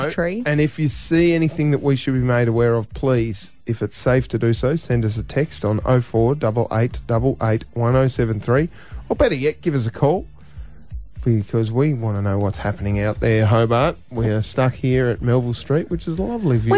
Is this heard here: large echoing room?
no